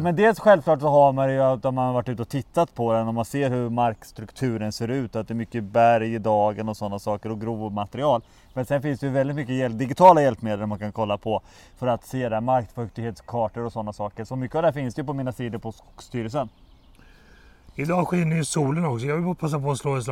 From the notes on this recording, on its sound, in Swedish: Nytt avsnitt av Virkesstudion är ute, denna gång inspelade i Vitsippsdalen vid Botaniska i Göteborg.